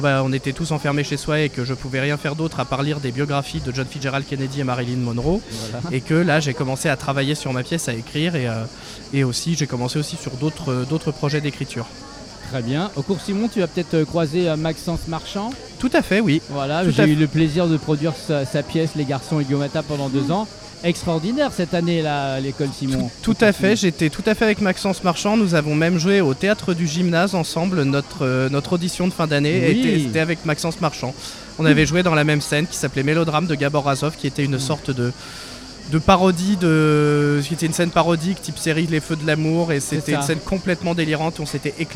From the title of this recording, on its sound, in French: En direct du Festival Off d'Avignon